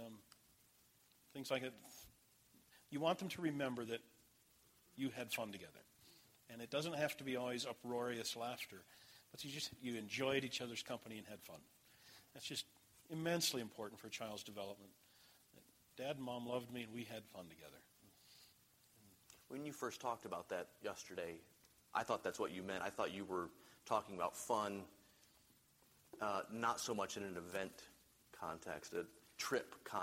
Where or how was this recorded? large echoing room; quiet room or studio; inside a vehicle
large echoing room